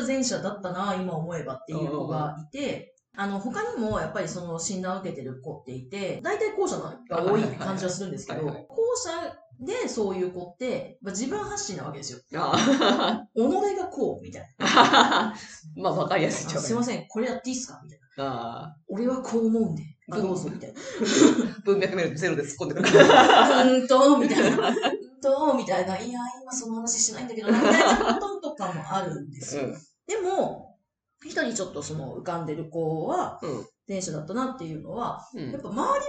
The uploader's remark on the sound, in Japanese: 今月音質が非常に悪いです！すみません！